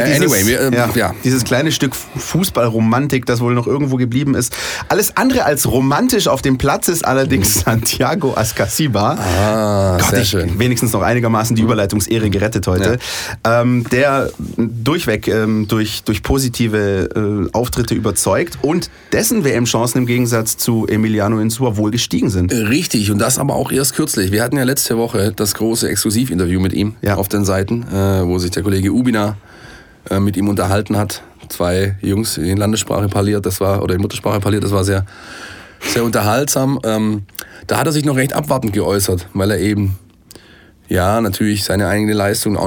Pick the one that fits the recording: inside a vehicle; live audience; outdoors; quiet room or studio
quiet room or studio